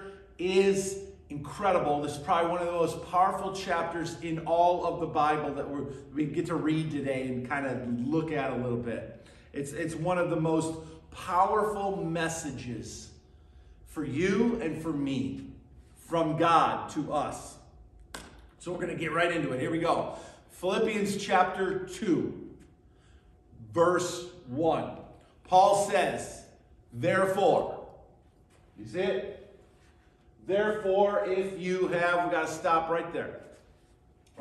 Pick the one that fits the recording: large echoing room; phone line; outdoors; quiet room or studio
large echoing room